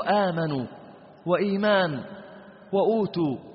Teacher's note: وكل القراء قرأوا المد البدل بالقصر، نحو آمنوا وإيمان وأوتوا، كلهم قرأوه بالقصر، وخالفه مرش من طريق الأزرق.